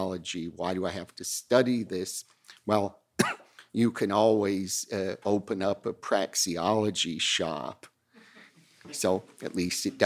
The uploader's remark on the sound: Recorded at the Mises Institute in Auburn, Alabama.